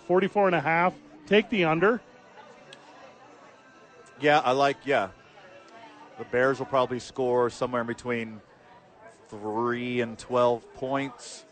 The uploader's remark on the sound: live from Santa Fe Brewing